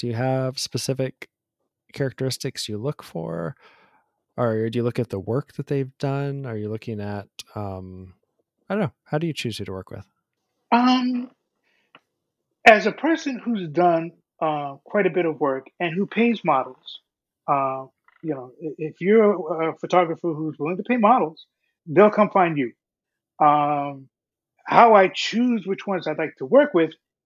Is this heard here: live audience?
no